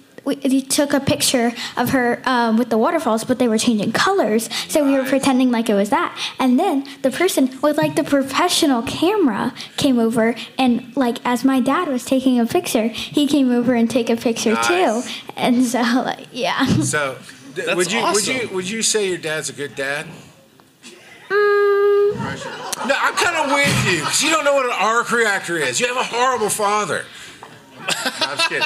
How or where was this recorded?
live audience